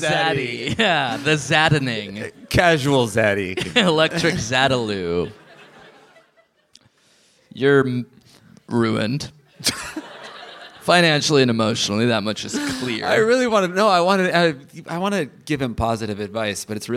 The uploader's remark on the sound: Live in DC! Recorded at the Black Cat in Washington DC!